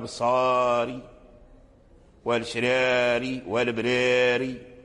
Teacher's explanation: فأميلت فتحة الراء الأول إلى الكسرة، وأميل بعدها الألف، كذلك الألف أميل إلى نحو الياء. إذن فالكسر هو سبب من أسباب الإمالة.